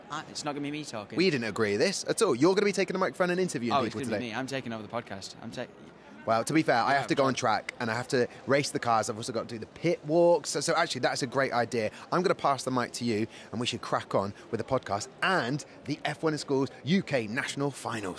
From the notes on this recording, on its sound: recorded directly from the Lenovo F1 in Schools UK National Final 2022 at Autosport International